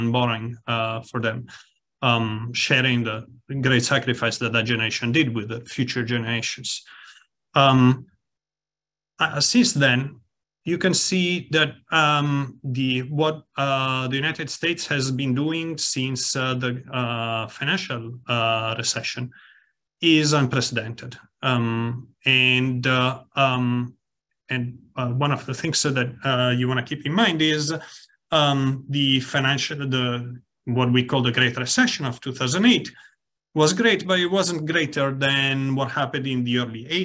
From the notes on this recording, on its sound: Recording sourced from our webinar held on May 24, 2023.